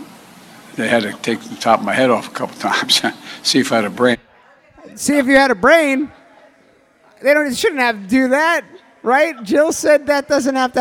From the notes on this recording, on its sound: This episode of "The Patriot Panel" was recorded LIVE in front of an audience at Castleton Corners Pub (Staten Island, New York).